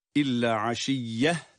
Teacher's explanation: sondaki yuvarlakta ha sesiyle okunduğu için burada duruşumuzu da ha sesiyle yapıyoruz. İlla aşiyye şeklinde okuyoruz.